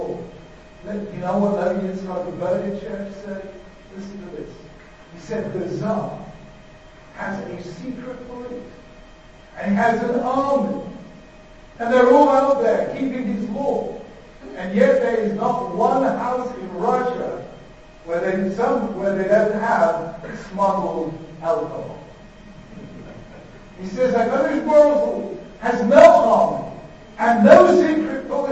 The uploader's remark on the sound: delivered at Yeshiva University